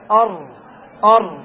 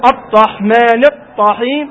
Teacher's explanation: تكرير ارتعاد، ارتعاد رأس اللسان ارتعادة واحدة خفيفة عند النطق بحرف الراء · Shown in: first take · فلا تقول تترك اللسان يرتعد أكثر، يرتعد أكثر، إذا ارتعد أكثر ماذا؟ · Term: التكرير الصحيح